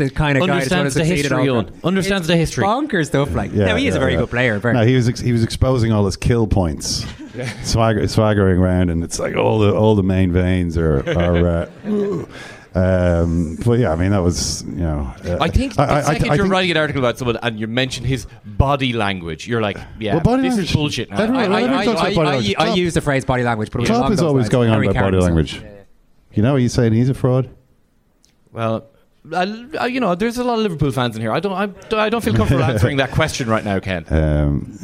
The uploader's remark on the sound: First-time live guest. Joined us in The Brass Monkey in New York’s Meatpacking District.